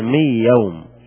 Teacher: النون وإن كانت زالت وقلبناها إلى ياء قلنا مي يوم لكن الغنة باقية